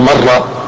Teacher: إدخال الراء في الراء عندما تقول مرة · Term: الإدغام